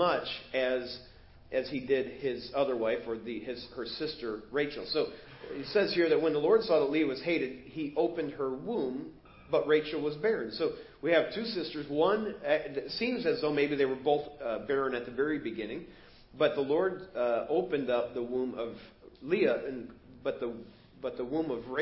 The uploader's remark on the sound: Preached at First Baptist Church of Hazel Park